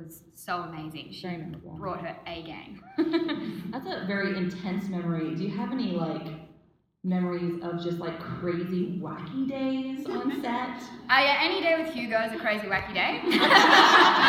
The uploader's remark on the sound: Live at Miss Fisher Con.